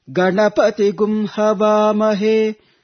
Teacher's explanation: you see the syllable pa. Pa is chanted again upward. · Term: Swarita